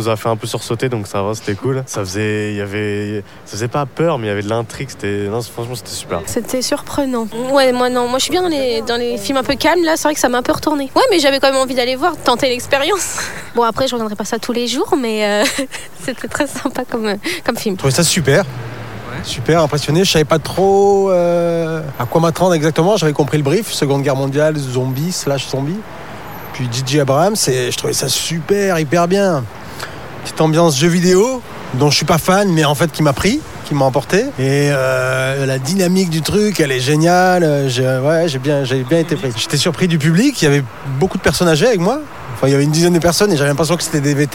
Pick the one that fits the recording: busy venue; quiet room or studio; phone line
busy venue